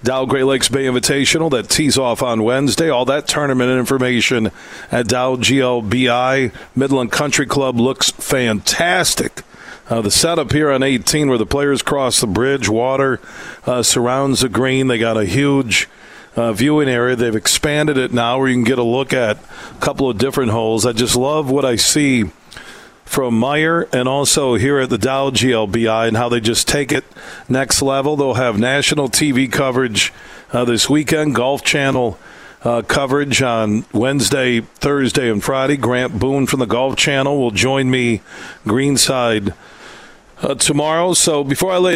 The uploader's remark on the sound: Today, we're broadcasting live from the Midland Country Club as the Dow Great Lakes Bay Invitational two-person event takes place this week.